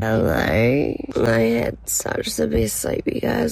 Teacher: The vocal fry. It's like a toddler who's just learned the word sandwich.